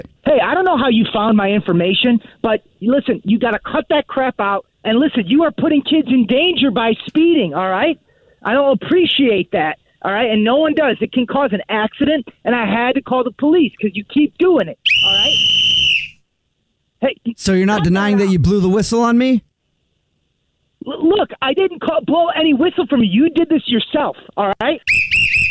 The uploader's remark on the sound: Phone Prank